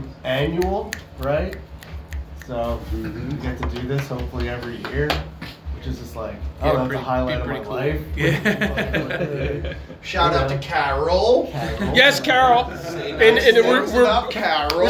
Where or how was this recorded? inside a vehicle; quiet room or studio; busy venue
busy venue